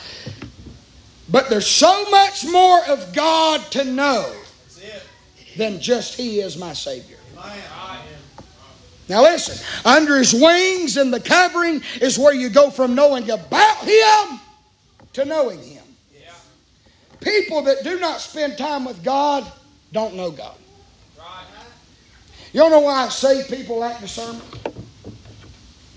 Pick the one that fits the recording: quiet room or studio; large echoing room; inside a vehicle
large echoing room